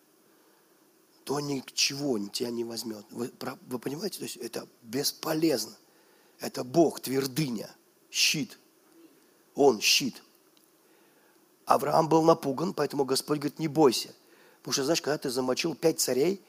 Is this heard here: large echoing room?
yes